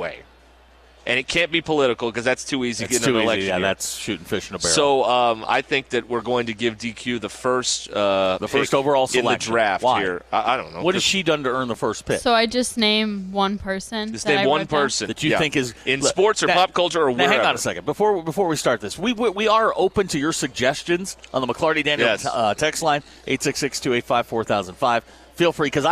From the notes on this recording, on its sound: We are live at the NWA Boat and Outdoor Expo.